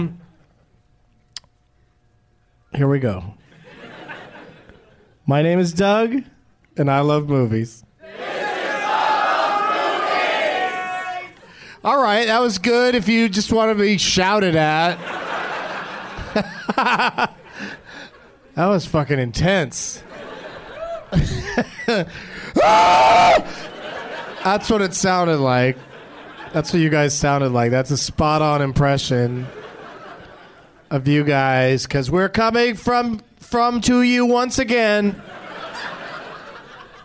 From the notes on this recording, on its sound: Live from Zanies in Rosemont, IL